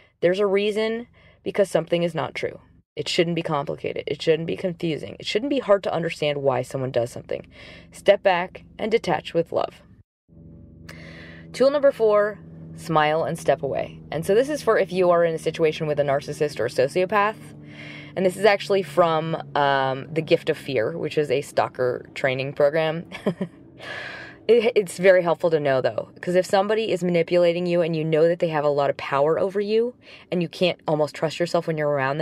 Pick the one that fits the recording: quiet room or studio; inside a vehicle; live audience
inside a vehicle